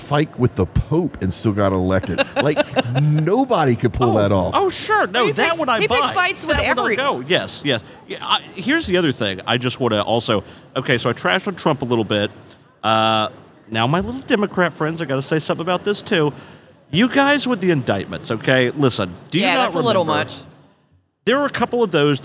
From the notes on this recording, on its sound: recording live at the Offshore Technology Conference